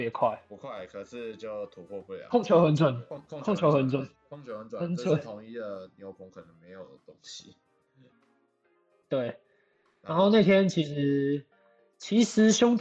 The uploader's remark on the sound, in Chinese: 首次遠距錄音....品質有點差會改進的。因為疫情的關係首次嘗試用遠距錄音的方式。